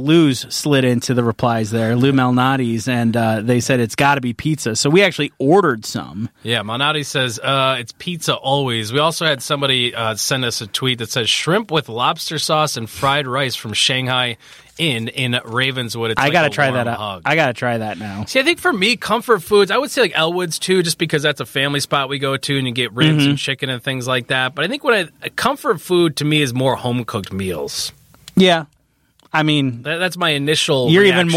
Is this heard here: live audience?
no